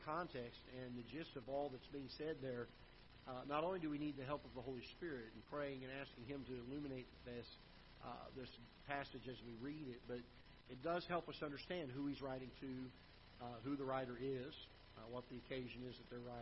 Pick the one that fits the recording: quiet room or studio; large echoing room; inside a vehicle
large echoing room